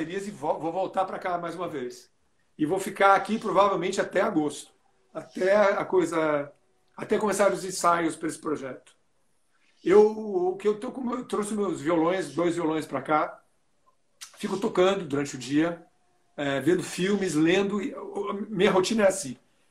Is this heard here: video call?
yes